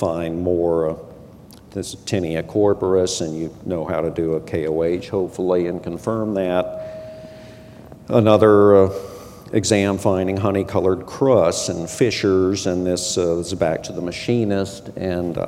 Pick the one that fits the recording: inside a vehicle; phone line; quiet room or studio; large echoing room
large echoing room